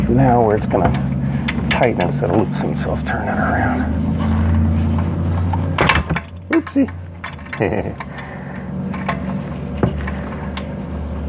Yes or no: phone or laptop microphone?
yes